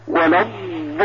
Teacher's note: نحن ننطقها رخوة أيضا. فأنا عندما أقول ولا الضالين، الضاد هنا فيها رخاوة